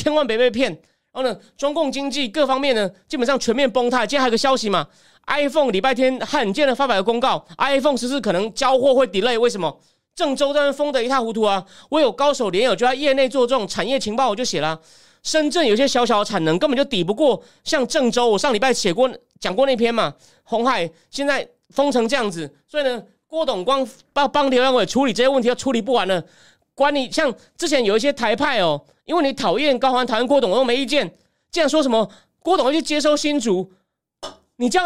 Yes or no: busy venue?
no